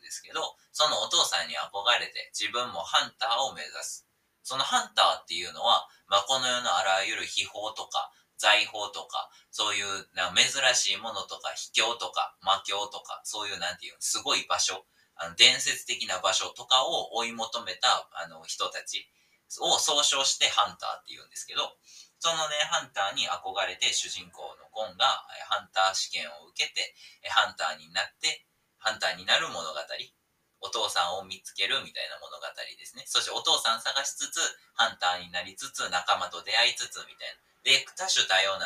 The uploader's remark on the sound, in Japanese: 音質悪くなっております！！今回は音質悪目です！（やらかしましたｗ）。